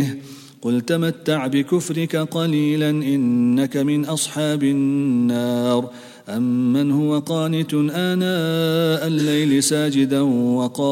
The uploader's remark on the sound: at the Houghton Masjid (West Street)